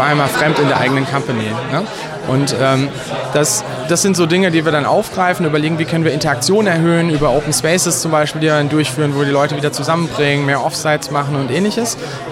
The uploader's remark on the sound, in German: die auf der Agile-Lean International Conference 2019 in Frankfurt aufgenommen wurde